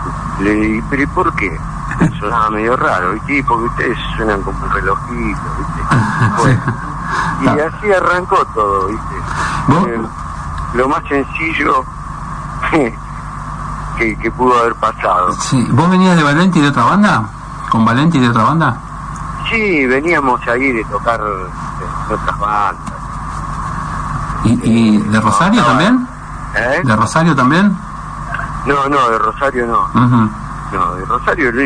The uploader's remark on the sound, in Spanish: Nota telefónica